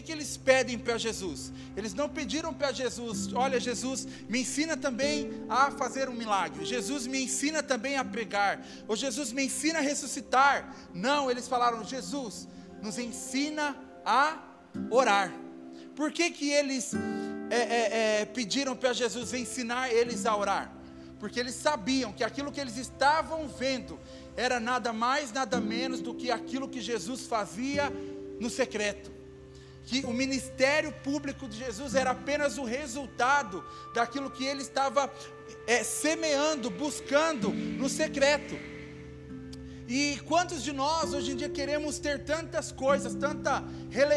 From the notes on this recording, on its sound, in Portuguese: Áudio do Culto de Domingo do dia 09/10/2022